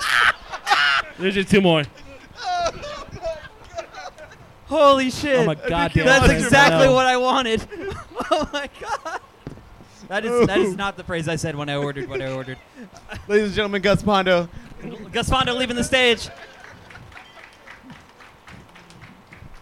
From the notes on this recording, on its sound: In this Live episode from 10 Sports Bar.